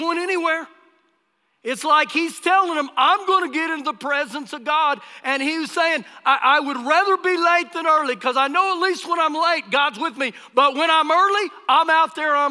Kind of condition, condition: setting, live audience